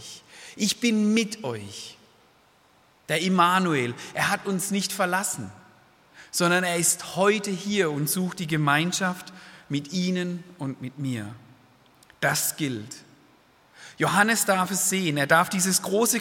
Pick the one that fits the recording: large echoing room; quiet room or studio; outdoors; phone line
large echoing room